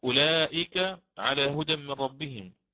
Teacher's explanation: أولئك مد متصل واجب، فيه الإشباع عند الإمام ورش